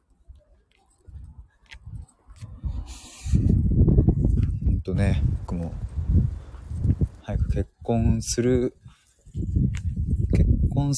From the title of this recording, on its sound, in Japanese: 駅まで歩きながら！